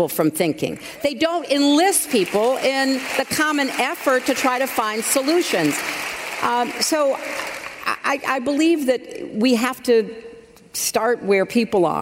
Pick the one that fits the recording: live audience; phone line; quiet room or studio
live audience